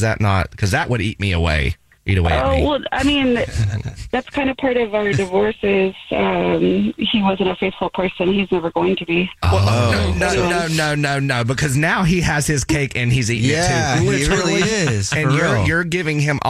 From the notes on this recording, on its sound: The woman on the phone